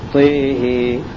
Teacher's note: إمالة الطاء والهاء لحمزة الكسائي وشعبة